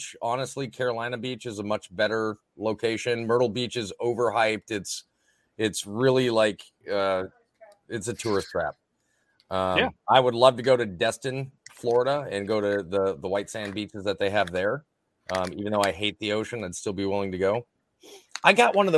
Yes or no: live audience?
no